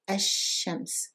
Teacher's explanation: we are going to move directly from the a to the sheen. And the sheen is doubled · Term: double sheen